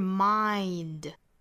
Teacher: 第一个元音是上下最大的开口度 a,然后过渡到后面的 i 这样的音 · Term: 双元音